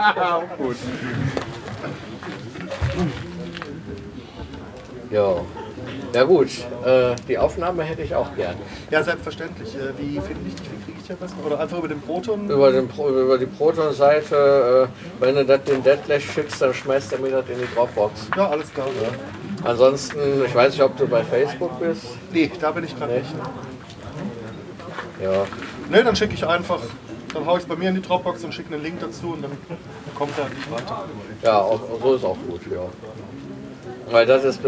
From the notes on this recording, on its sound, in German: Aufnahmen vom PodstockDE 2017. Podstock Spezial 2017.